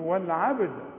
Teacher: قلقل الباء وقلقل الدال اللي بعدها عند الوقف تقول والعبد عند الوصل أقلقل الباء فقط لأنها ساكنة إنما الدال مضمومة مش هقلقلها.